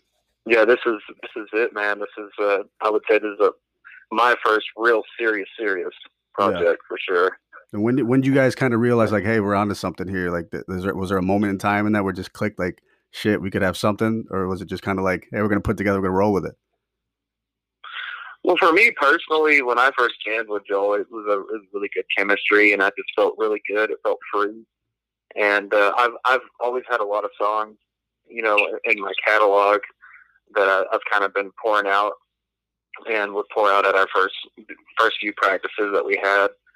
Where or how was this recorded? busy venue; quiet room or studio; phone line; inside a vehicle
phone line